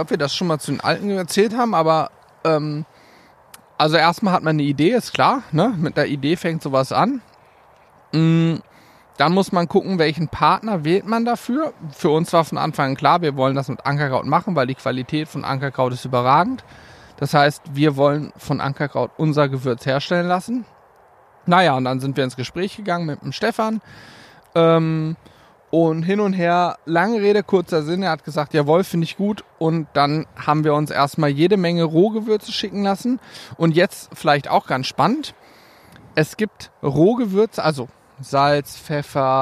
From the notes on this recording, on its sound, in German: Live vom Teich